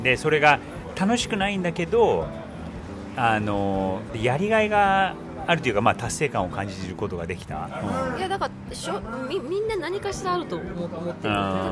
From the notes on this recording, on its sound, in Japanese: 夫とバルセロナのカフェより（後の雑音すみません）。